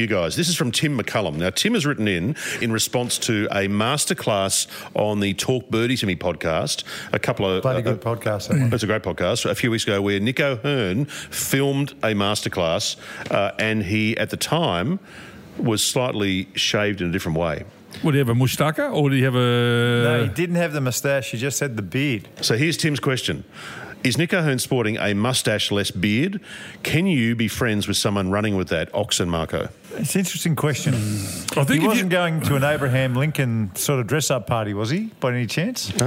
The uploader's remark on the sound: Another fun show, today live from the Emerald Hotel - always great when we do the show from a pub. Couple of quiet beers, bit of a chinwag, how good.